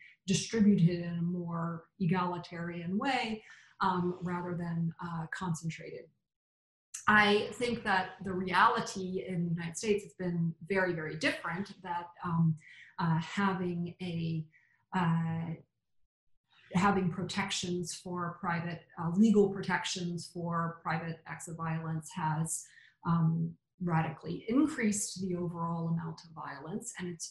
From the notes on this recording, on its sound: This online panel discussion shares insights into these issues.